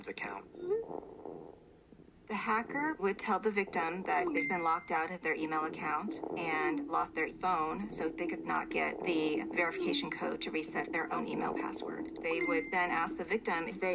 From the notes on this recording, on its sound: There's a bit of background noise because the window was open because it is hot af in London rn!